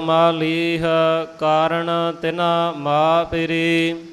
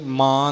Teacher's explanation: ਮਾ ਪਿਰੀ ਬਿੰਦੀ ਨਹੀਂ ਲਗਾਉਣੀ, ਮਾਂ ਨਹੀਂ ਬੋਲਣਾ · Shown in: first take